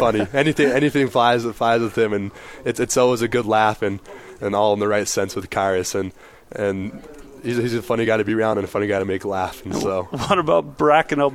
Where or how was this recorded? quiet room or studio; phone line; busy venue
busy venue